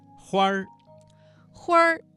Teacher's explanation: 这个词当中的花字加了一个卷舌音，变成了儿化音